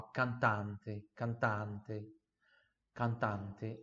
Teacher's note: Sempre o A bem aberto, tá vendo?